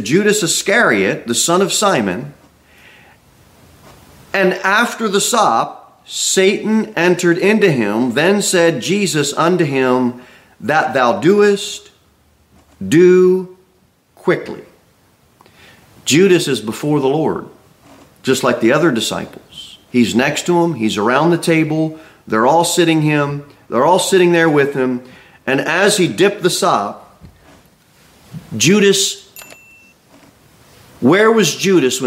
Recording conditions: large echoing room